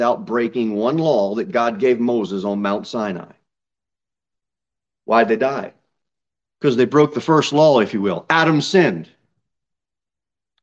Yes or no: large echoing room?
yes